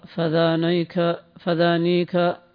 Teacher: ومن قرأ فذانيك فذانيك بياء مع تخفيف النون فالأصل عنده فذانك بالتشديد، فأبدل من النون الثانية ياء كراهية التضعيف